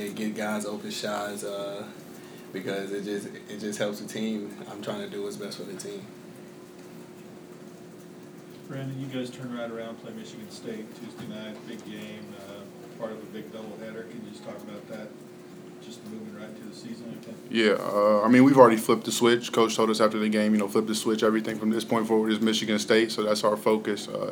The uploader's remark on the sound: Press Conferences & Post-Game Interviews